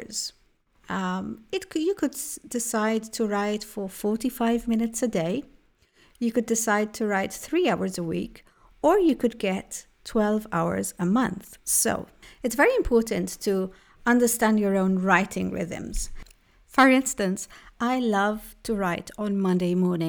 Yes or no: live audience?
no